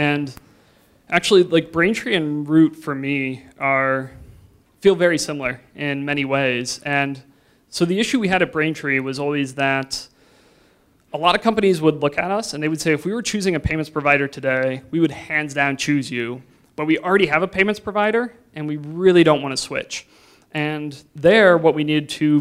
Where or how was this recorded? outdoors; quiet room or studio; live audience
live audience